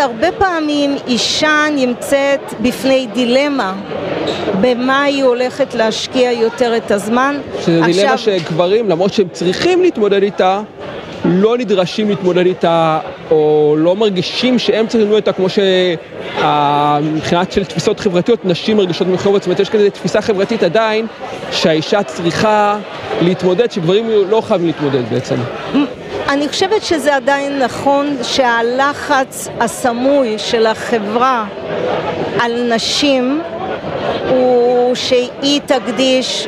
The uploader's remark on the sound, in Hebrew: בפרק מיוחד שהוקלט באירוע פורום היוניקורנס של כלכליסט